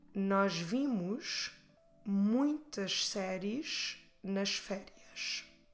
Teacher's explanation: everything has to have S in the end, so you get a lot of SH sounds